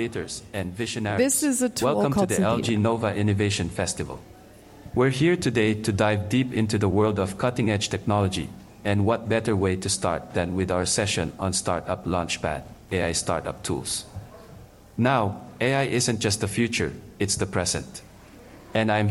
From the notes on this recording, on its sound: LG NOVA Innovation Festival- AI Startup Tools. Hosting this panel at the LG NOVA Innovation Festival.